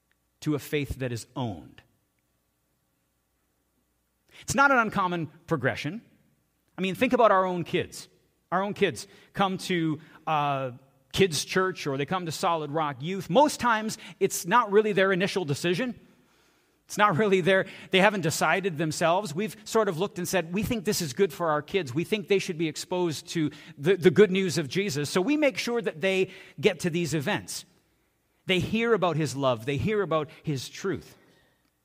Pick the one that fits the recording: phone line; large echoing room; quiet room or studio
large echoing room